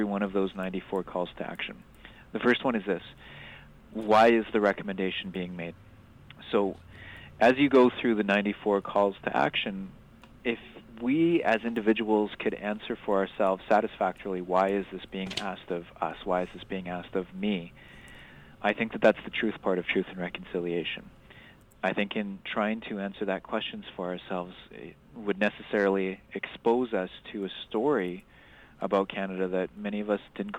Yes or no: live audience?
no